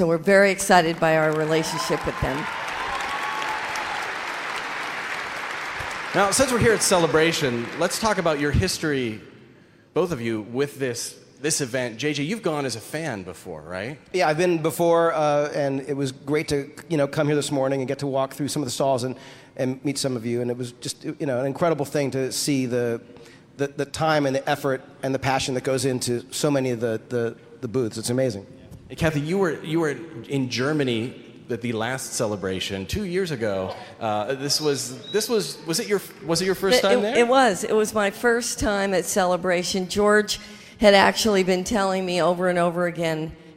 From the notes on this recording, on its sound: I’ve grabbed the audio from the panel